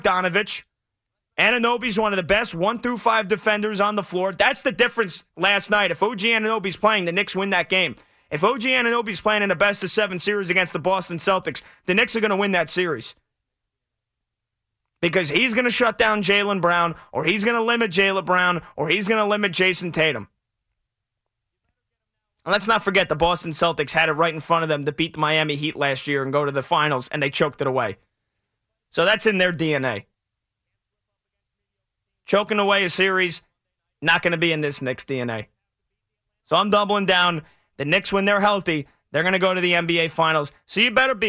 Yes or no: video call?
no